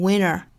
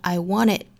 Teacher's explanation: 在 nt 字母组合后面遇到元音的时候呢，这个时候有可能会把中间的 t 这个音给略掉，也就是前面的鼻音的 n 跟后面元音去连读